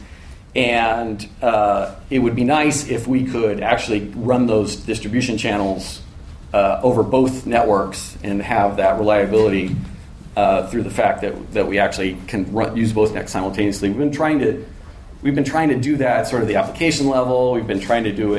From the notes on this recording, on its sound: A recording from a MeetBSD California 2014 talk.